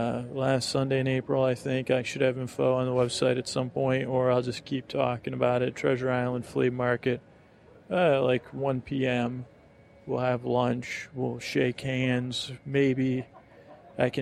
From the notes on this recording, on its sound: this is a real experiment as it was all recorded at airports